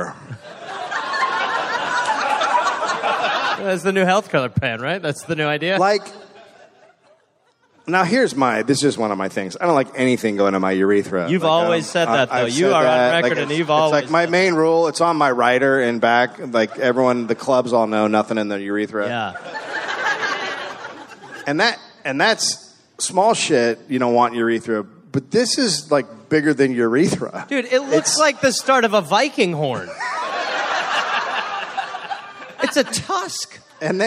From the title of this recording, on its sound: Live in Charlotte, NC